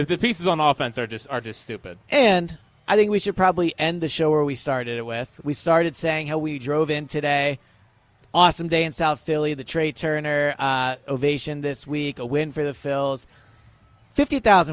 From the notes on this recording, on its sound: Live at Lincoln Financial Field. Broadcasting the Eagles only open practice of the season.